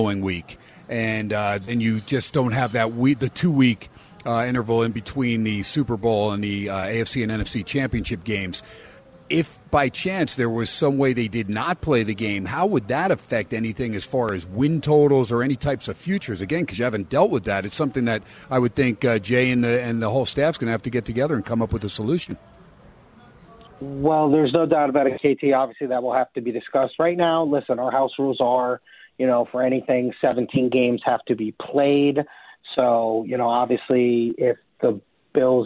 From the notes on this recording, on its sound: "Live" from Steiner's Pub in Las Vegas